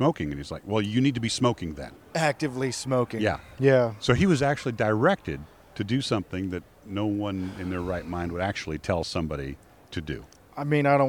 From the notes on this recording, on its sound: Live at the Vegas Shoot. Live in Las Vegas!